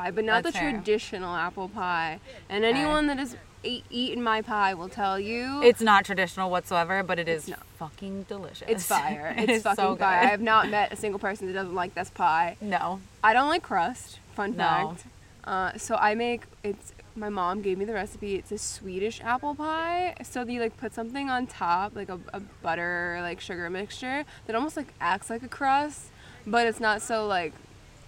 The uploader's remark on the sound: We did a live recording at our favorite apple orchard.